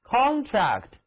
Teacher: 注意听这个词的重音放在第一个音节 con 上